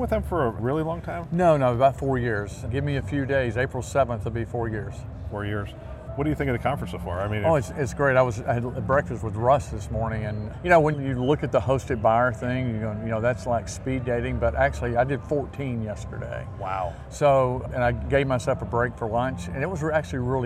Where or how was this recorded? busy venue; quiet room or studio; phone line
busy venue